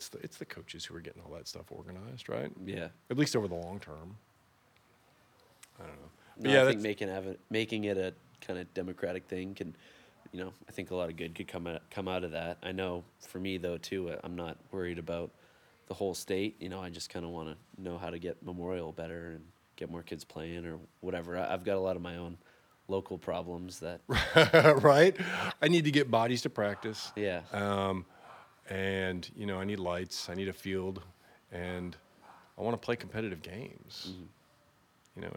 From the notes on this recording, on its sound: come by the house and sit outside with me